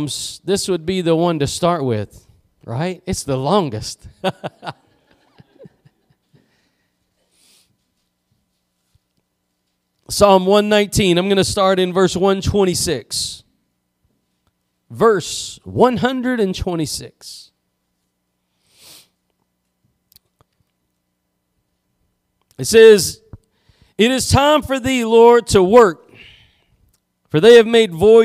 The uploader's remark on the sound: Preached at Gospel Lighthouse in Bossier City, La.